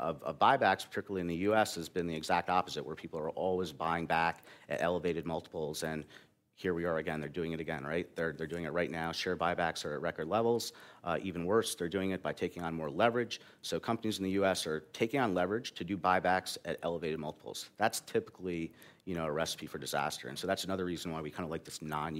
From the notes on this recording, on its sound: This episode continues our series of panel discussions from a recent event we sponsored in Chicago.